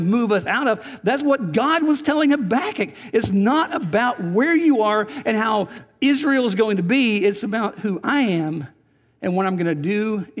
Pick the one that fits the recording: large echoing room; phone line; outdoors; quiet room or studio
large echoing room